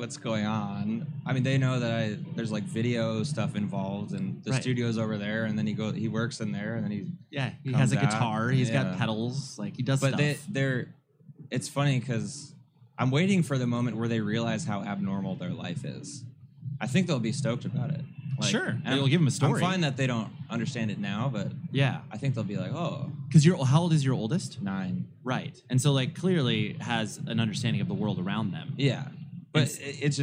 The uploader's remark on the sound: Live from NAMM w/ Gator Cases. Recording my first "live" podcast at the NAMM Conference back in January of 2020. At the Gator Cases booth.